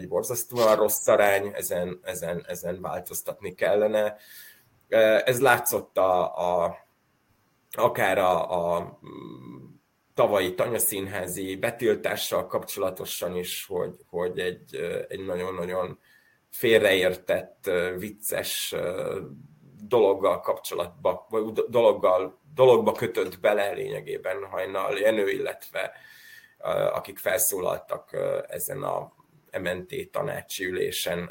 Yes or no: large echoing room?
no